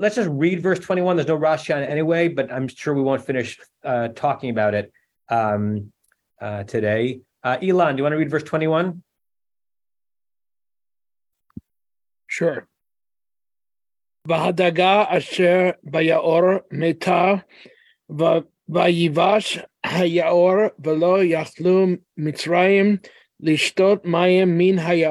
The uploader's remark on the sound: At Temple Beth Am, Los Angeles.